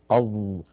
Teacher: جربوا هكذا، ضعوا يدكم أمام الفم، أظ أظ، انطقوا حرف الظاء أظ، تجدون بأن هناك هواء قليلا لم يعتد به العلماء لأنه ضئيل، فجعلوا الظاء من الحروف المجهورة التي لا يجري معها النفس. كما أن الظاء حرف قابل للمط، فهو حرف رخو لأنه ليس من حروف أجد قط بكت ولا من حروف لن عمر.